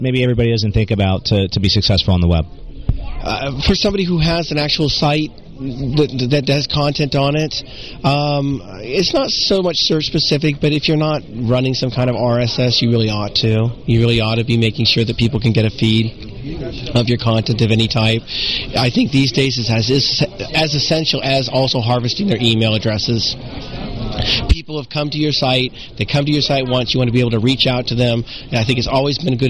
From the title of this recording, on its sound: LIVE from SES New York